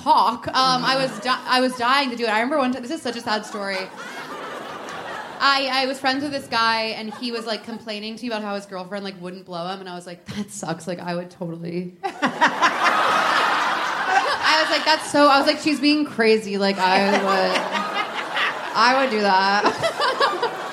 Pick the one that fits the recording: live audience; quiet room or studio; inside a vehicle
live audience